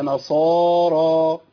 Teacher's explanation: ما عملش إمالة مع الألف ماشي في كلمة نصارى